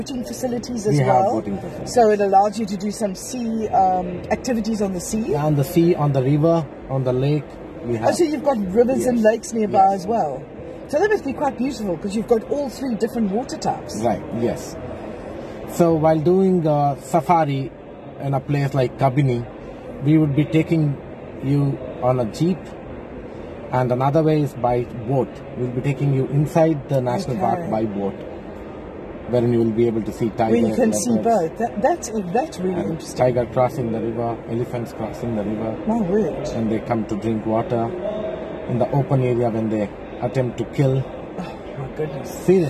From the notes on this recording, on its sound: At the World Travel Market Africa, in Cape Town early in April 2023.